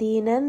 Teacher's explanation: And dal here is going to be, again, a letter of ikhfa, meaning that we are going to hide that noon sound within the makhraj of the letter dal. D is going to be a two-count med.